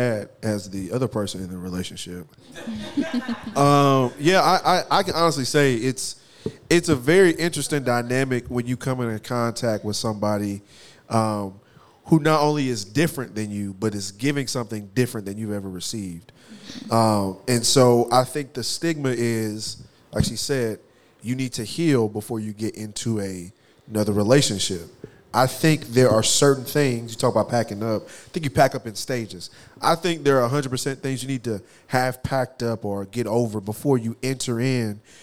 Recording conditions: live audience